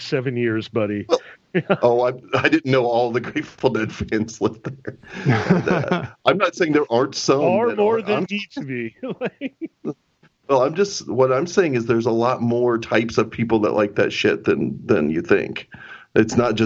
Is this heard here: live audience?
no